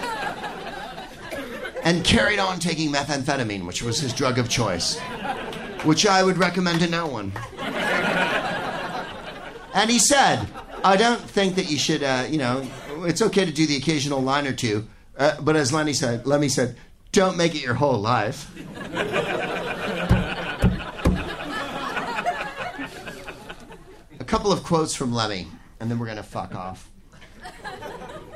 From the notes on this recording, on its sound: Live from the Punchline in San Francisco